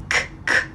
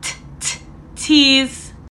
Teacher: the K, k in keys is a velar sound · Shown in: first take · It's made from back here, but your kid might produce it in the front and say something like t t tees.